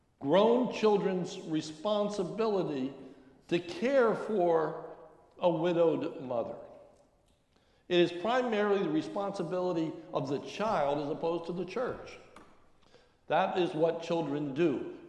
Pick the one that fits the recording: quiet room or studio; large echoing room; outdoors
large echoing room